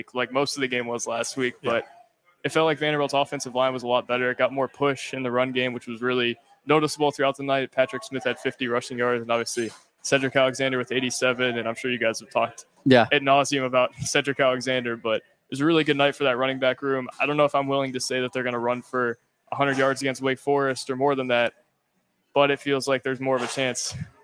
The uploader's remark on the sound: LIVE from Chili's on West End.